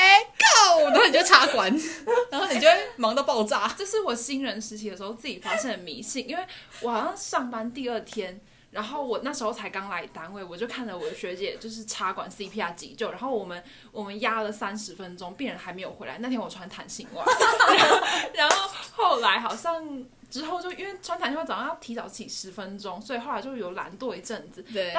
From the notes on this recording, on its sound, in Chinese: 很破的錄音設備跟虛脫的聲音。我們真的是趁著下班時間錄製的。